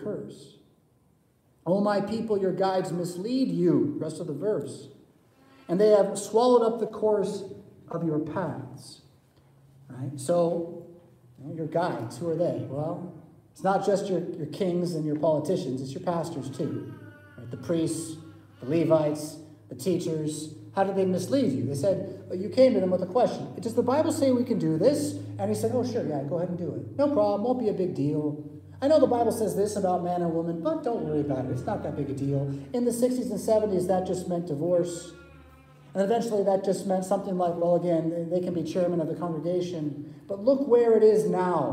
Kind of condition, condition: setting, large echoing room